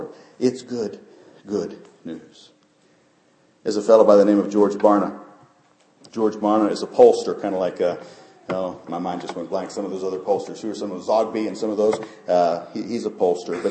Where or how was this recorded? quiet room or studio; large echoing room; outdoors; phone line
large echoing room